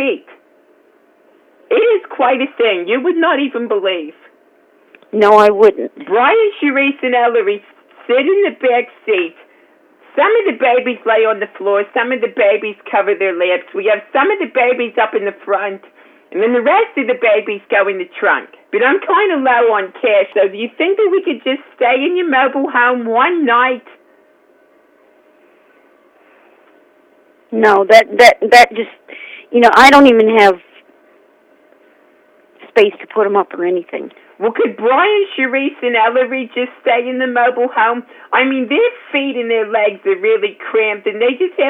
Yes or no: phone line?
yes